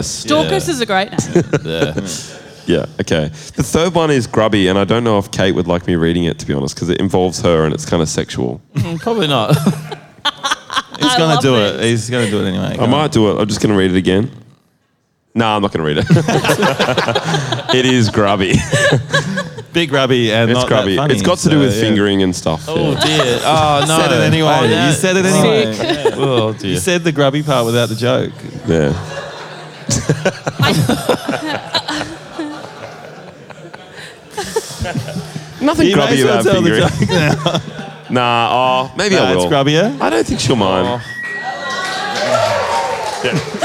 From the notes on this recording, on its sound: Live in Brisbane. We did our first live pod in Meanjin and it went off! An unhinged chat in front of a fun crowd.